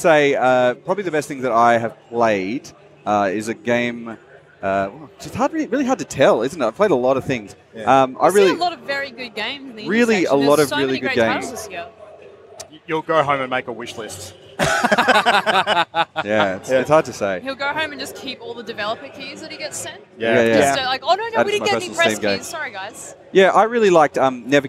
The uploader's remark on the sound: LIVE at PAX Australia 2018. Fresh from the showfloor of PAX Australia 2018. Stepped up to the Mic at the Audio Technica podcast booth on the show floor.